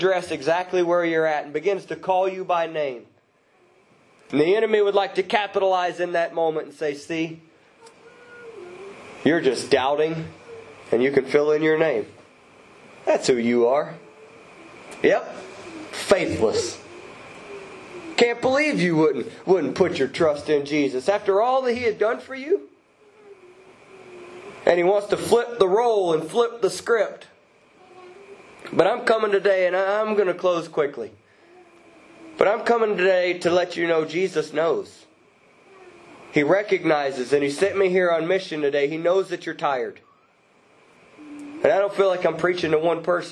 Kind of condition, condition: setting, large echoing room